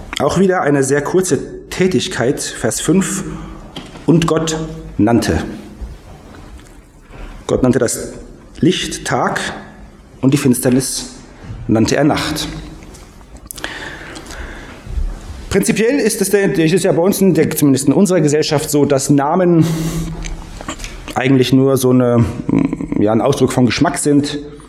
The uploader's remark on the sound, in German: Predigt aus dem Gottesdienst